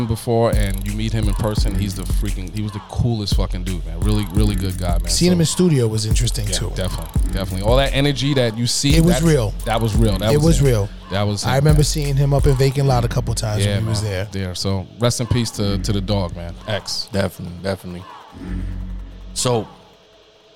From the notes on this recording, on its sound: Smoking their cigars at Smoke 'N Ashes Cigars and Haberdashery in Teaneck, NJ. A conversation about the 80s turned into an SNA Live episode.